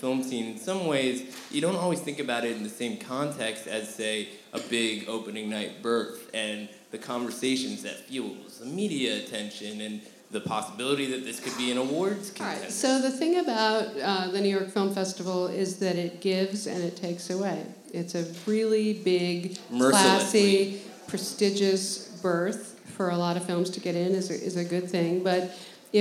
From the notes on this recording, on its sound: Live at NYFF! Record live from the 2017 New York Film Festival.